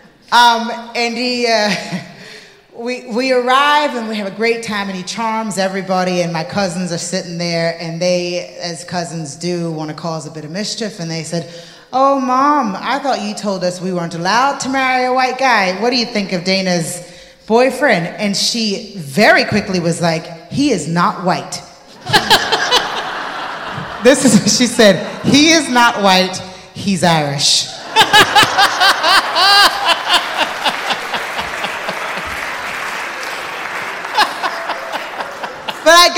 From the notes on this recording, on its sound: at the 4 Corners Festival in Belfast